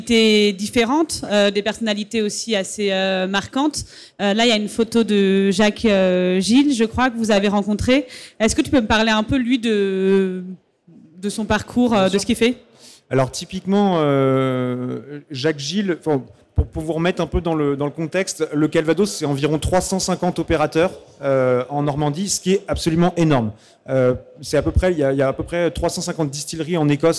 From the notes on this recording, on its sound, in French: sur la Scène Liquide Omnivore Food Festival 2021